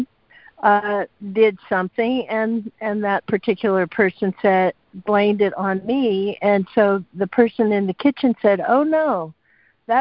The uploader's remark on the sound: ACIM Daily Conference Call